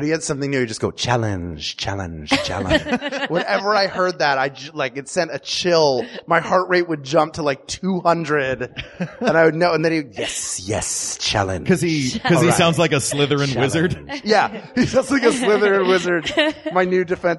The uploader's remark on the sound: A workout in front of an audience at Booty Works.